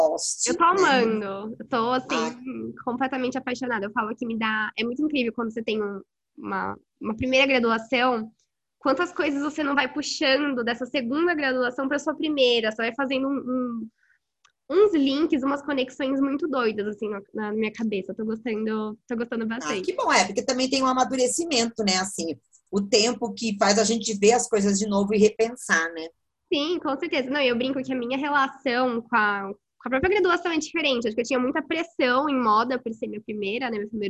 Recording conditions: video call